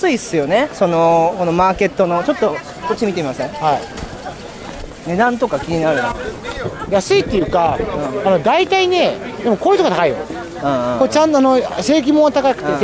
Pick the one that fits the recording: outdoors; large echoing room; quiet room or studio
outdoors